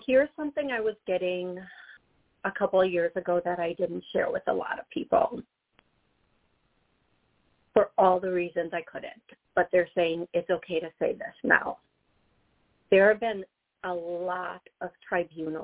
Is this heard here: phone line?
yes